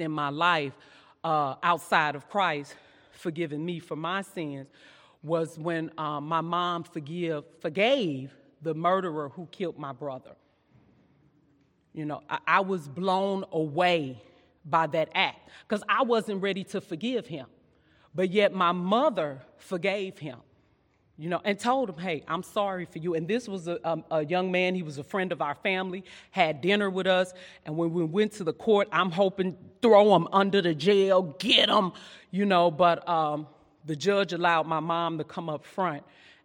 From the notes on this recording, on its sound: during session 2 at our 2022 Women's Conference